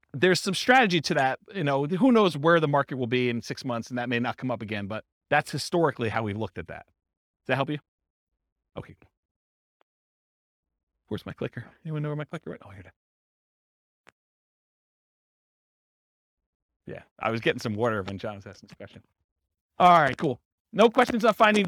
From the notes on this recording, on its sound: This was a live class recorded.